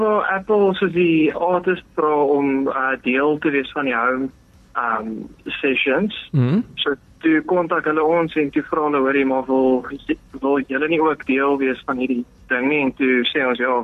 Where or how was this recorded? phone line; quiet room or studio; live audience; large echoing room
phone line